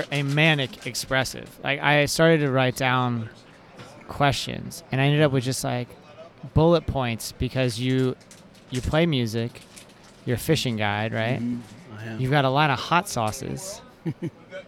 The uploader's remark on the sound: We caught up at the Sing Out Loud Festival in St.